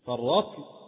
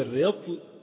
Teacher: يجوز في كلمة رطل أن تنطق بفتح الراء أو بكسر الراء